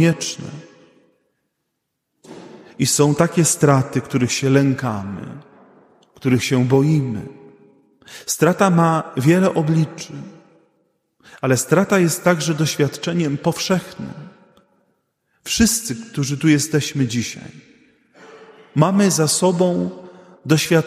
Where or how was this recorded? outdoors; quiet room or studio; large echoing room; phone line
large echoing room